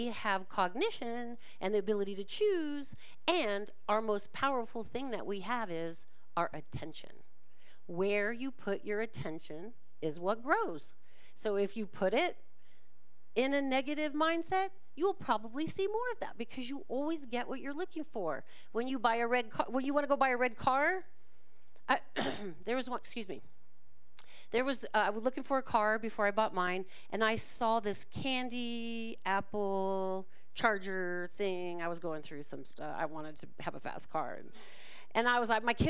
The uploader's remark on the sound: This talk was recorded live at the Center for Spiritual Living Prescott on December 24, 2023.